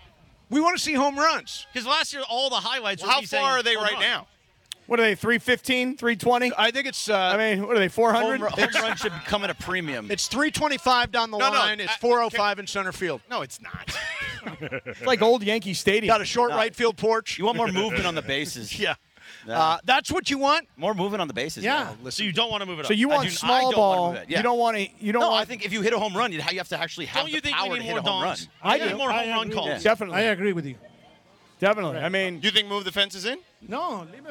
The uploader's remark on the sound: LIVE from the West Covina Sportsplex